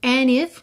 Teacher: Juntar and em if, sem passar pelo D, ao invés de dizer and if, and if.